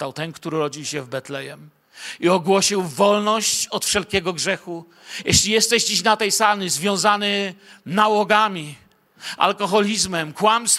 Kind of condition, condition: setting, large echoing room